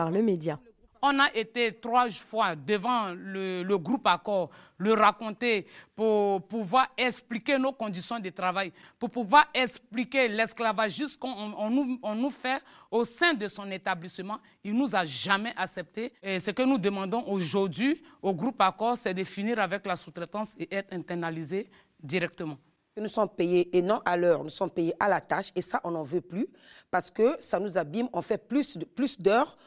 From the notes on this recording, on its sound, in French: la diffusion de la quasi intégralité de la conférence